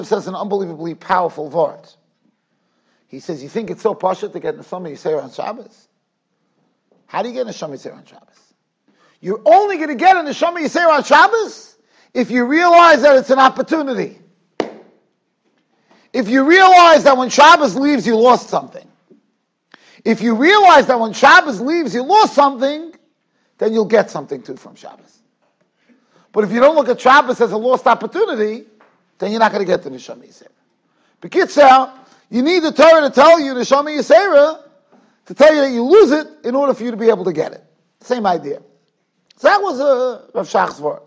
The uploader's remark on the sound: Shiur recorded in Yeshivas Ohr Reuven, Monsey, NY.